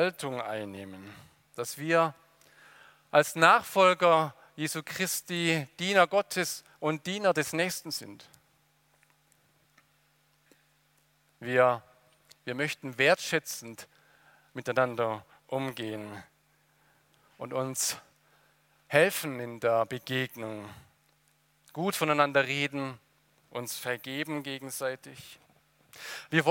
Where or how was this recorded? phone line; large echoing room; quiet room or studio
large echoing room